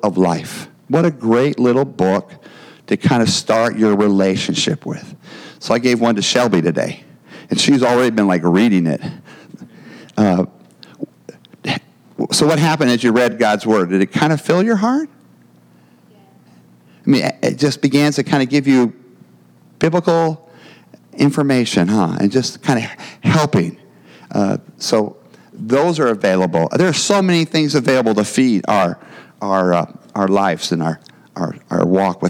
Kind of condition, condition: setting, large echoing room